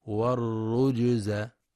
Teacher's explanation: بإخفاء الجيم فتكون والرز، والصواب قلقلة الجيم